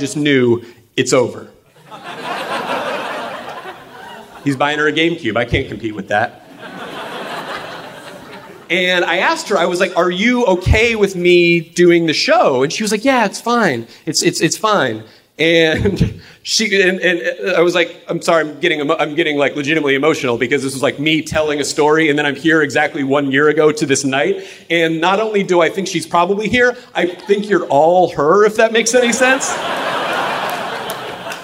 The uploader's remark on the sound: Live from San Fran 2015